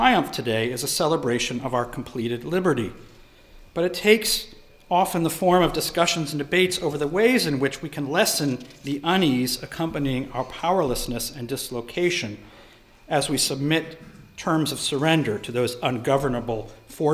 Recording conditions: large echoing room